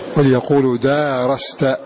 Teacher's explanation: بالمد، أي بإثبات الألف بعد الدال، فيتكون قراءة غيرهم بالقصر: وليقولوا دارست.